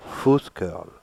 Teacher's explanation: The stress is on fus.